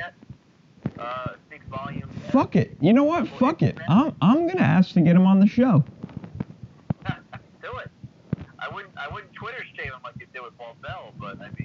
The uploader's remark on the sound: some technical issues